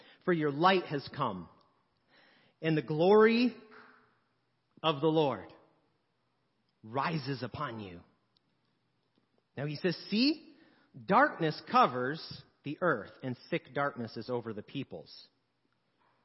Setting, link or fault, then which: setting, large echoing room